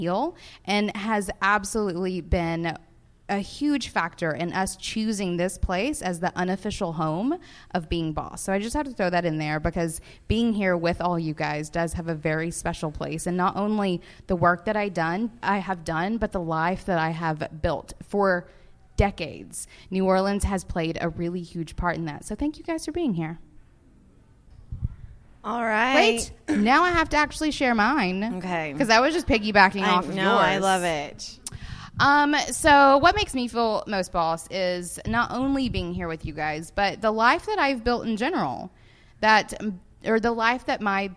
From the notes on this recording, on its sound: Woo and Curiosities Live from NOLA. We're coming at you live from our podcast recording at Being Boss New Orleans!